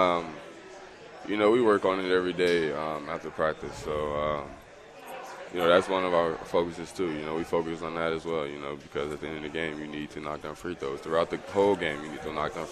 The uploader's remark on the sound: Live from Upside Bar and Lounge (27th & Pine Lake)